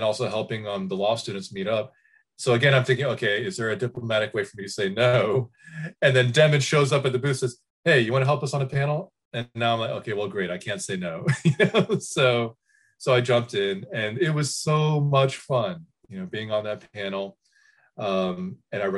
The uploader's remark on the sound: Several of our friends got together over Zoom.